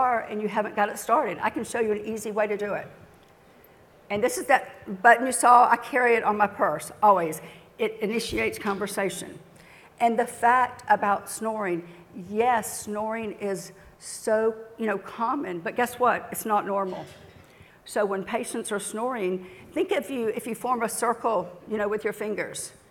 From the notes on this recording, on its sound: Is on stage discussing dental sleep medicine in her talk “Preventing Sleep Divorce,” presented at the 2017 Glidewell Dental Symposium.